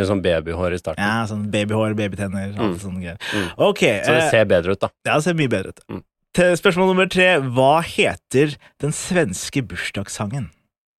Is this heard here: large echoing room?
no